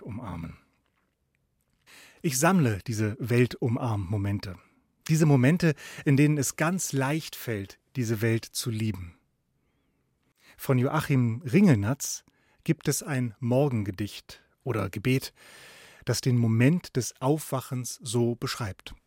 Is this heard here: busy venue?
no